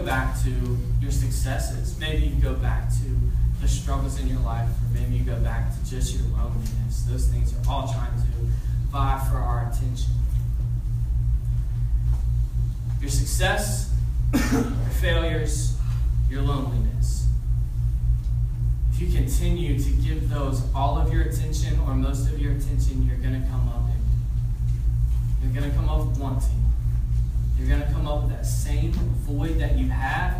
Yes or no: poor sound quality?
yes